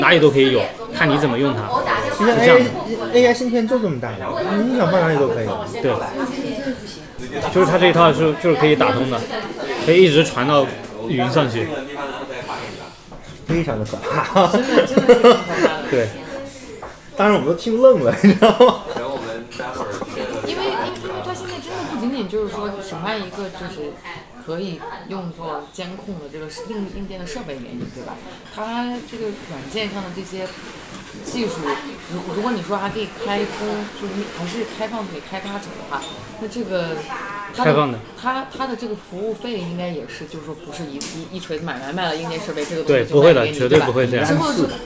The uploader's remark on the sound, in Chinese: 因为对谈场所是在公共空间，所以杂音较多。